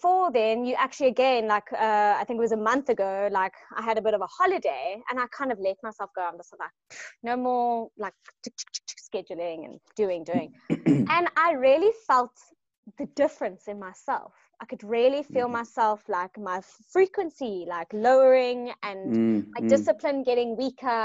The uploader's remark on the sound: LIVE-ZOOM-INTERVIEW made into a podcast